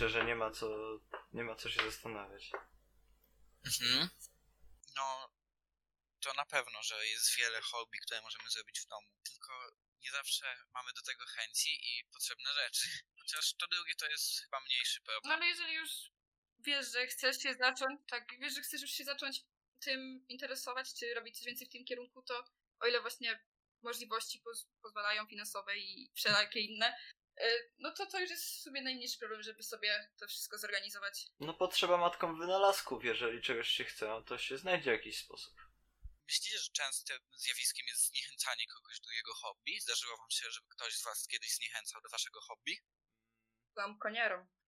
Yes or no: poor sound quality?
yes